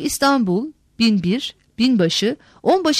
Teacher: söyleyişte M'ye doğru bir kayma olmasına rağmen yazıda N sesi korunur